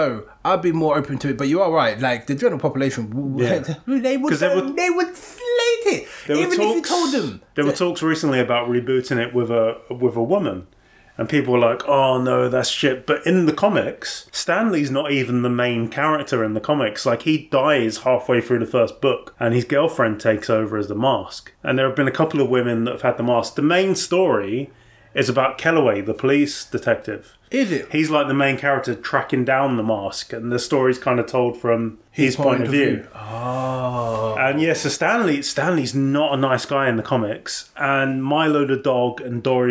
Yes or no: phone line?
no